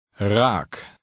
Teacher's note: starts with a more noticeably trilled R